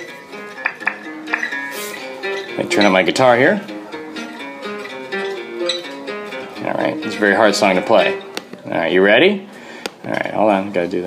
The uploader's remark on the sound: A mysterious man tries to record a podcast in a restaurant.